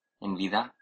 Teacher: Nuestro participante pronuncia la B de vaca como V.